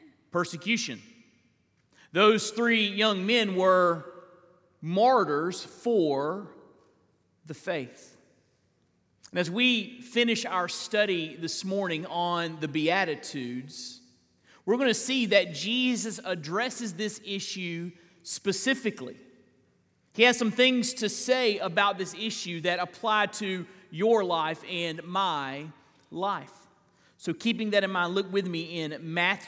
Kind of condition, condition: setting, large echoing room